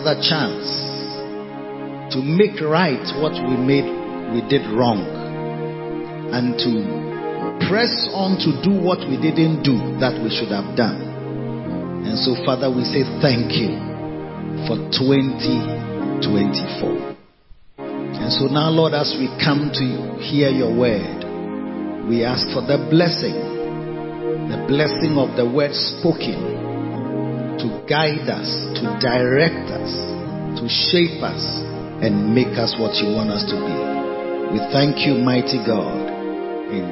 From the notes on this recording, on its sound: Preached at the Covenant Sunday Victory Secrets Service - Makarios Cathedral, HQ. Preached at the Covenant Sunday Victory Secrets Service - Makarios Cathedral, HQ.